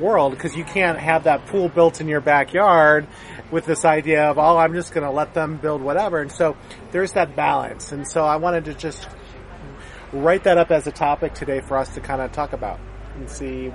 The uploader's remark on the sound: outside a Coffee Bean and Tea Leaf in Irvine